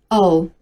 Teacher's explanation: 它是由短音，a 和短音，u 组成的。发音的时候，我们先来发一个，a，紧接着再发一个，u。 · IPA: /əʊ/